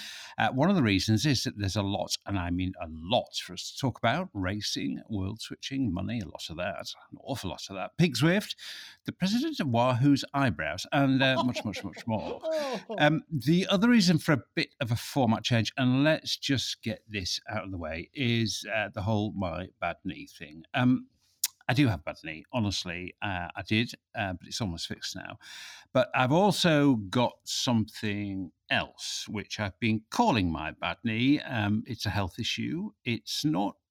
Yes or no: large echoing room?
no